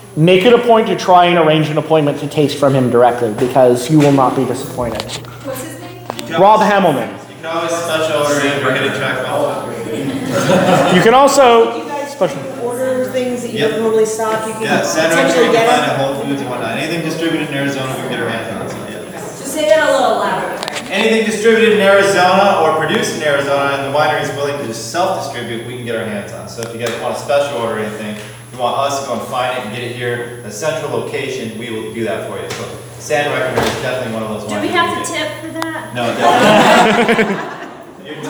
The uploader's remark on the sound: I taught a class on Arizona wine for Students of Wine about a month ago at Hidden Track Bottle Shop, and recorded it!